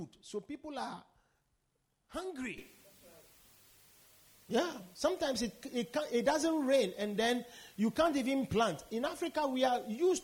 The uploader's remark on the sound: Preached at the Victory Secrets Service